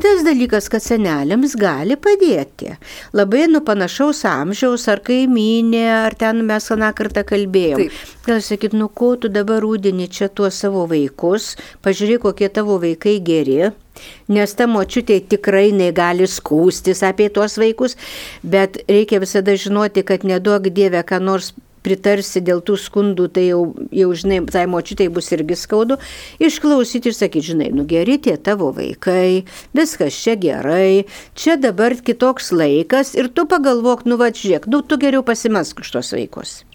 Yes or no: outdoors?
no